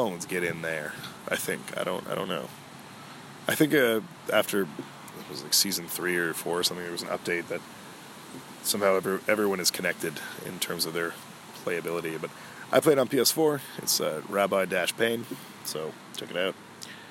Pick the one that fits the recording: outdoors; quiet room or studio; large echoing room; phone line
outdoors